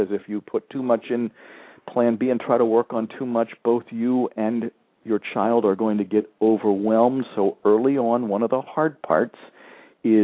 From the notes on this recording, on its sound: several parents called in with questions